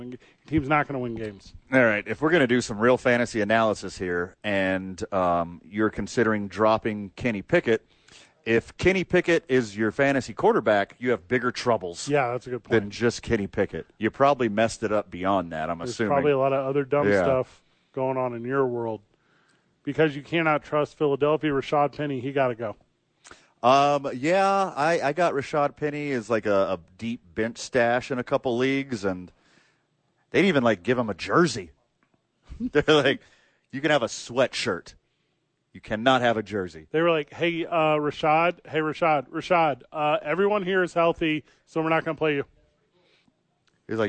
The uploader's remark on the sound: live from the YMCA